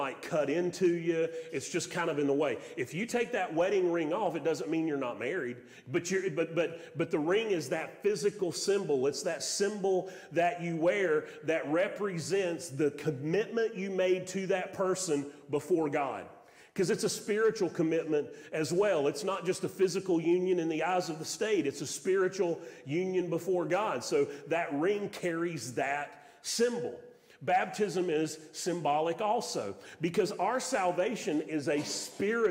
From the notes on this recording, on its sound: Sermon audio from Mission Church in Locust, NC.